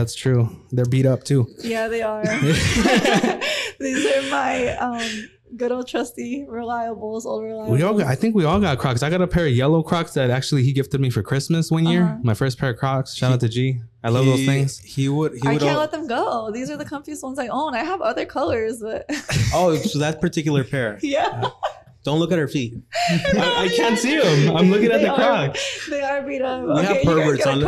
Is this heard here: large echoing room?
no